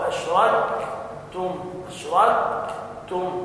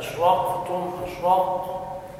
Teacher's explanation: المشكلة أنك تجعل حرف الكاف قريبا من القاف. وحرف الكاف قريب من القاف في المخرج. تحتاج إلى عناية عند النطق.